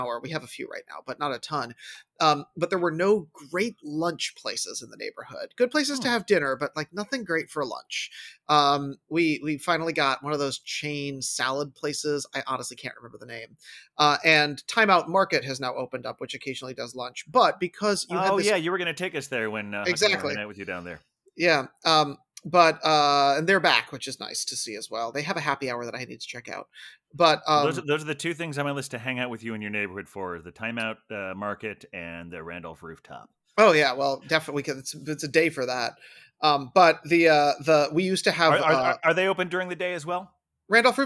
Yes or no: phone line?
no